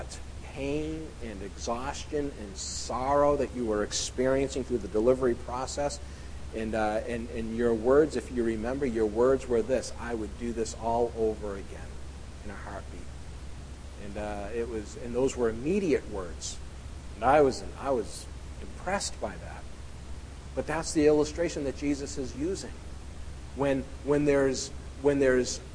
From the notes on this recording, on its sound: at The People’s Church of Somerville, NB